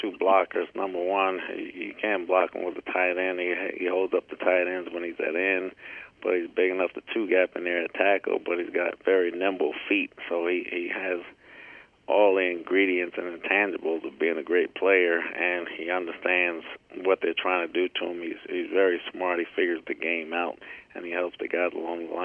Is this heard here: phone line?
yes